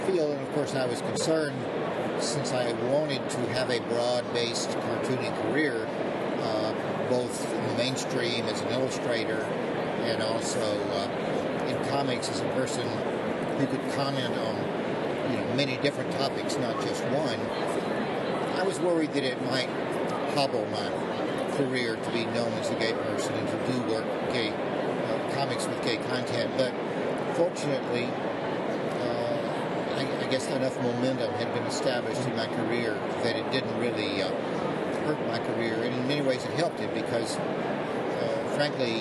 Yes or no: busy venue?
yes